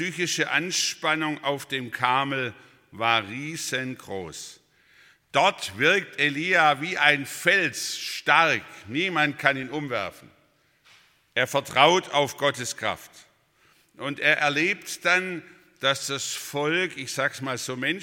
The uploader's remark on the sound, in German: aus dem Gottesdienst der Liebenzeller Mission